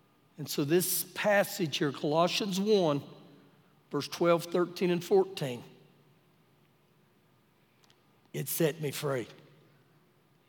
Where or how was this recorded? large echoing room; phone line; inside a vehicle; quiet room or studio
large echoing room